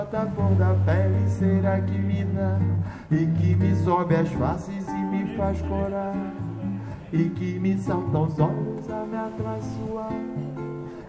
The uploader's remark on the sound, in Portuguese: gravação ao vivo no Rest Lua e Mar na Ilha Grande - RJ